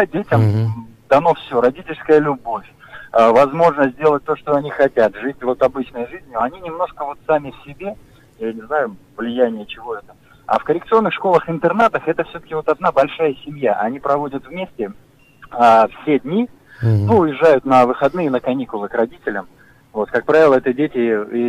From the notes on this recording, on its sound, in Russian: По телефону